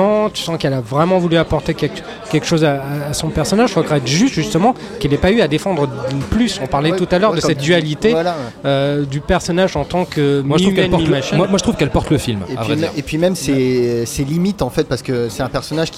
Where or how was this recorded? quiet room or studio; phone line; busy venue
busy venue